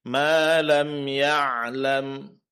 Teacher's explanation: jelaskan sifat bainiyah pada ain. Jangan tertahan suaranya.